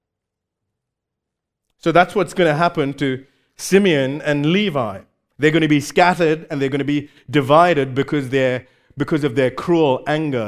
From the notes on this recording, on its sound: recorded live at Grace Community Bible Church